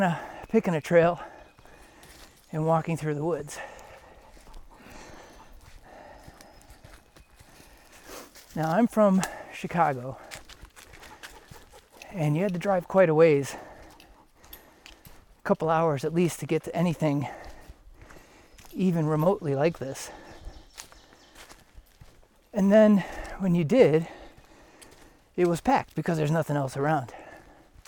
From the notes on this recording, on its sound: Bull Mountain Loop - Dahlonega Georgia. I hope you enjoy the sounds of the trail.